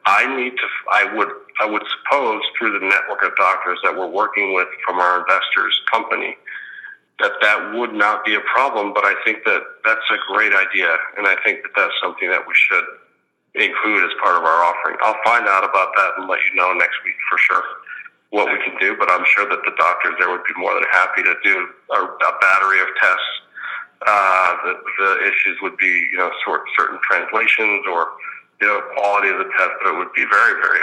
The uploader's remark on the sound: Conference Call